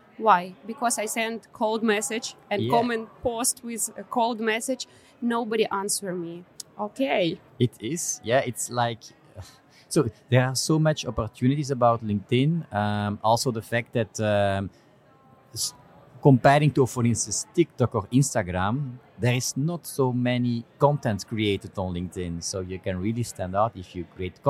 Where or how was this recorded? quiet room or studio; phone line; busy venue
busy venue